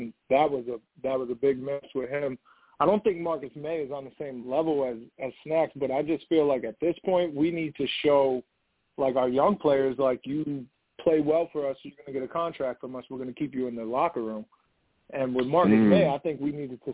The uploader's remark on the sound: I take live callers!